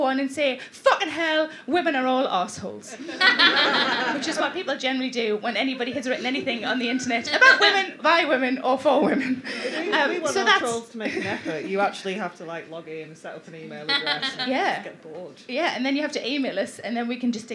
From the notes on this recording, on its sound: Recorded at The Stand during 2016's Edinburgh Fringe Festival.